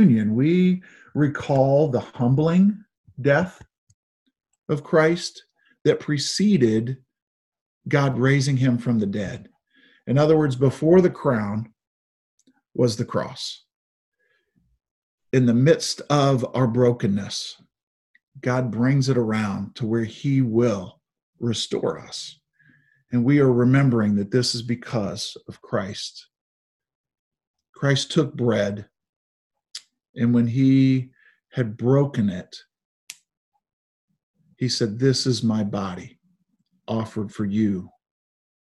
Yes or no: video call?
yes